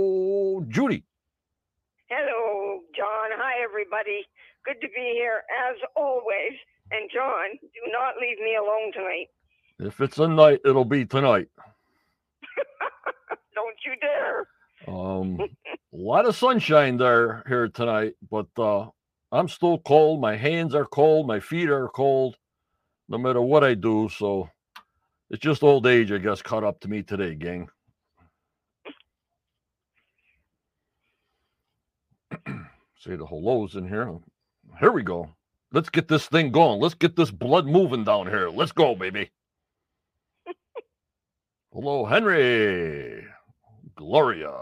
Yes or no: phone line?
yes